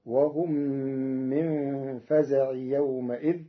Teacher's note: قرأ ورش كلمة فزع بغير تنوين فتصير وهم من فزع يومئذ، وفتحت الميم لإضافته إلى غير متمكن في كلمة يومئذ.